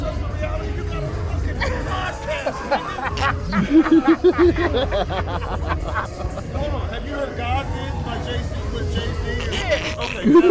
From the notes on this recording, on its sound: On This Episode Of The Podcast We Are On Location At Southeast High School For The Men’s Basketball League